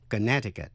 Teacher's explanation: Tiểu bang Connecticut có chữ C ở giữa, câm và đọc là Connecticut, chứ không đọc Connecticut.